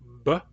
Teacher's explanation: Vowels involve very little obstruction of the vocal tract, whereas some consonants involve complete obstruction of the vocal tract, like b. The B sound, b, involves a brief but complete blockage of the vocal tract.